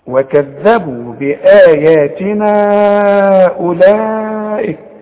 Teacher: اذا وصلت هنمد 4 حركات علشان الهمزة